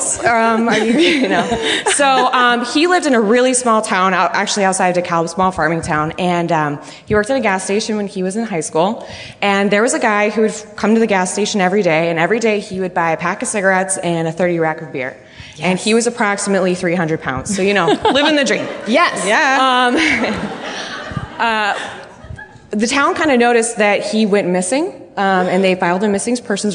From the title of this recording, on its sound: Live from the Chicago Podcast Festival